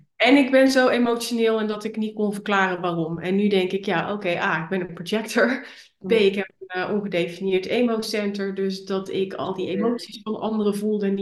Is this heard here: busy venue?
no